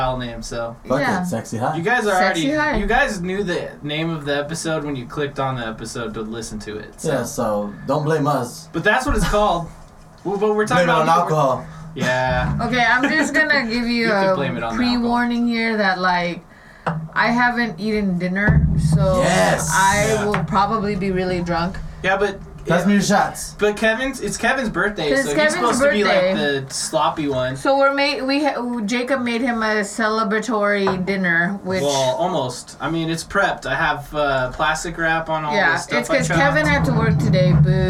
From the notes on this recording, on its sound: Enjoy our newly renovated, purely conversational drunk-style podcast and bear with us while we get used to our new mics!